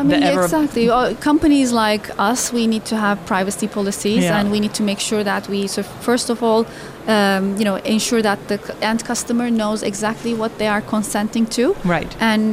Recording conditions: busy venue